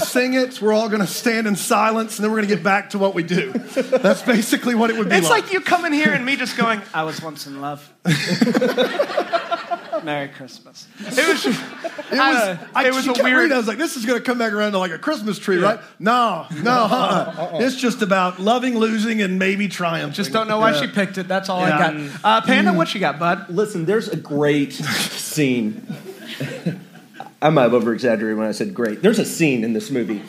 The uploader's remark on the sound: Here is our live show episode. If you made it out, thanks for making it such an amazing evening!